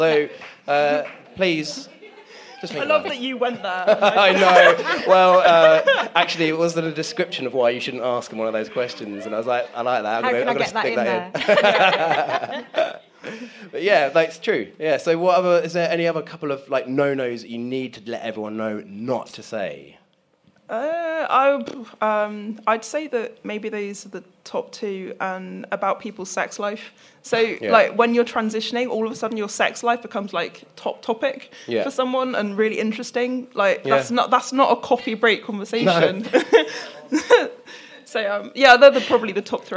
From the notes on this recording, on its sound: Live show episode. In this new episode I kick of the second season in front of a live audience at my recent art exhibition.